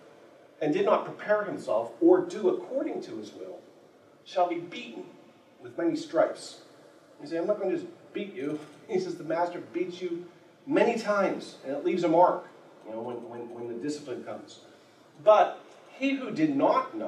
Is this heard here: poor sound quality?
yes